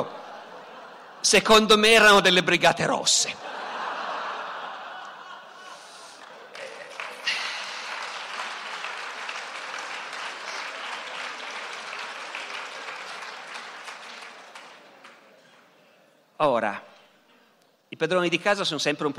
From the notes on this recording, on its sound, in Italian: Dal Festival della Mente 2017.